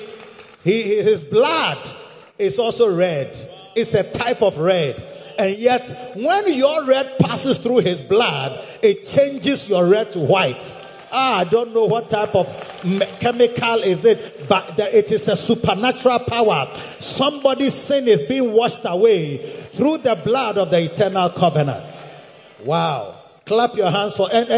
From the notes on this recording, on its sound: Preached at the Escape 2023 - The Makarios Cathedral, HQ